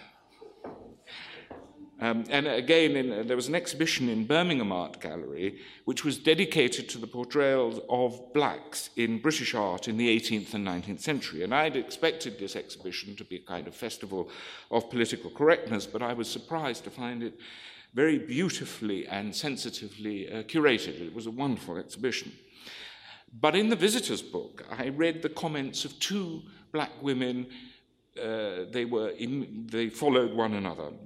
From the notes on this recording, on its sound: This lecture is from the 2014 meeting of the Property and Freedom Society